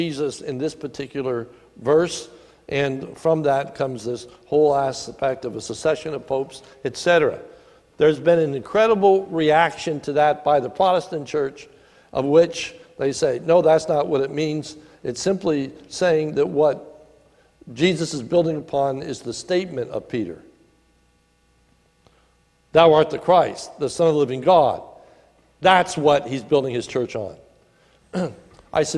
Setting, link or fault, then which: setting, large echoing room